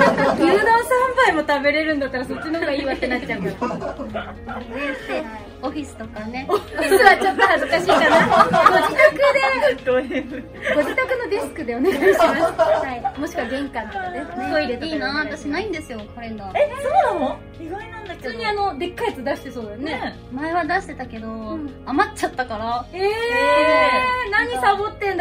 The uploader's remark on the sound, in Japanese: 公開収録午後の部です！